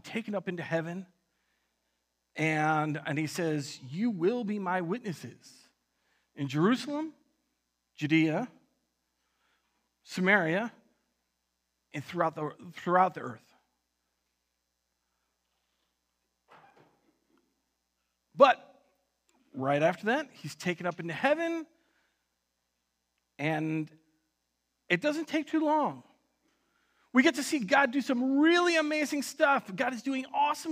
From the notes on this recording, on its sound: At Word of Life Church in Le Sueur, MN.